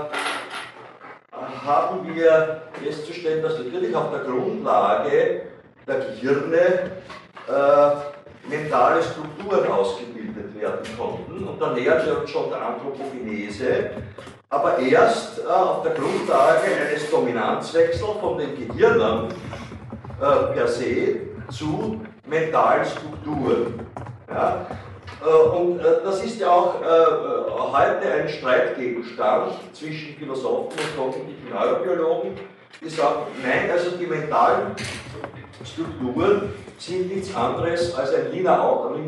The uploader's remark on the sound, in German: Diese Vorlesung wurde von Studierenden der Universität Wien aufgezeichnet